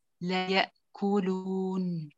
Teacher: عندك إمالة واضحة في فتحة اللام وكذا الياء